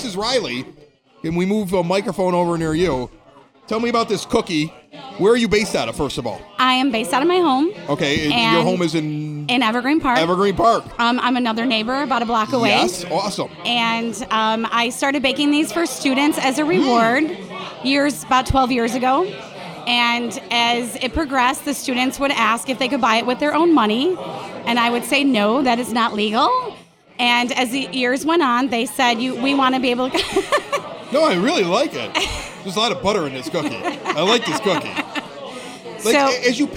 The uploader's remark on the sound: Provides traditional music in front of a live audience at Porter Cullens in Evergreen Park.